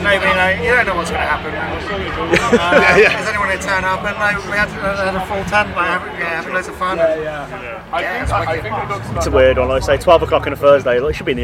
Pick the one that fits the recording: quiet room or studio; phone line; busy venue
busy venue